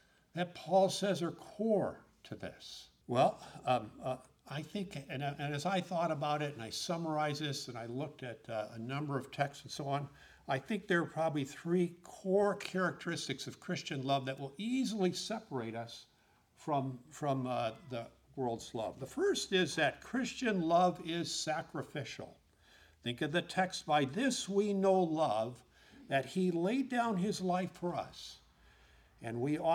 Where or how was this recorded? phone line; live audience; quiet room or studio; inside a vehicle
live audience